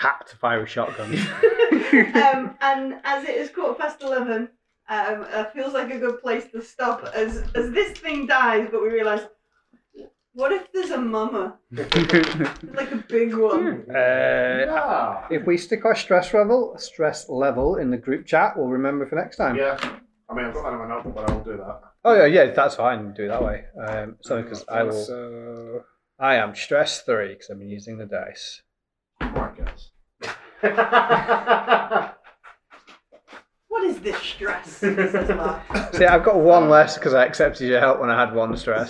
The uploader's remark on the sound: The audio in this podcast is not the best, we've not done in person recording since 2020, it will improve for session 2.